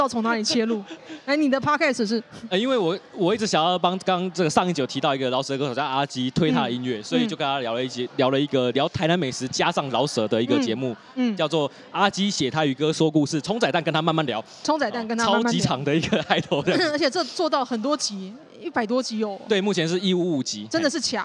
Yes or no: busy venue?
yes